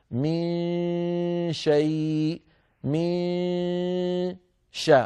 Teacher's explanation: أقول هذا حتى لا يبالغ بعض طلابنا وأحبابنا من الذين يتعلمون التلاوة حديثا فيجعلون الصوت الفموي كبيرا وقويا، فيقولون مثلا ما ما شيء، فيأتون بصوت كبير جدا من الفم. الصوت الفموي ضئيل وضعيف، أغلب الصوت من الأنف لأنه يخرج من الخيشوم · Term: غنة